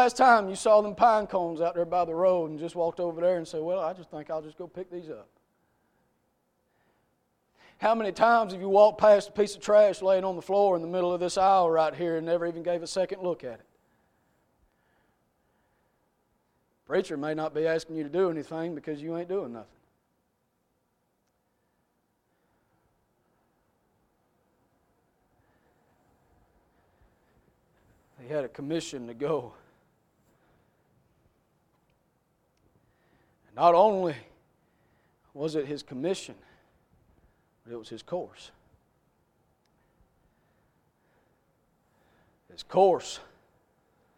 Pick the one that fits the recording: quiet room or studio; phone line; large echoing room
large echoing room